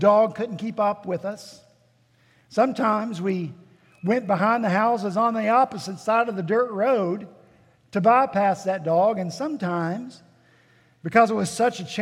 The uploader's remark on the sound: At Redeemer Presbyterian Church in Charleston, SC